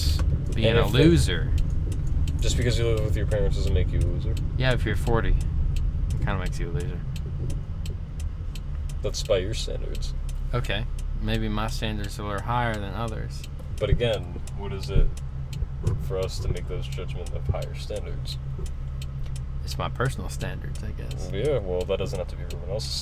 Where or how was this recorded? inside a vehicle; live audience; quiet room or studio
inside a vehicle